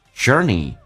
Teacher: 重度卷舌在美式发音当中，整个舌身往回卷